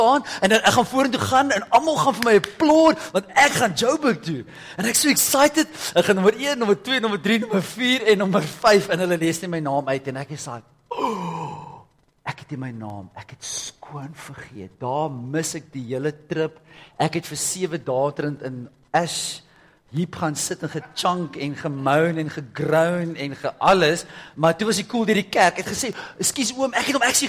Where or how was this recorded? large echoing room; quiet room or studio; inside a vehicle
large echoing room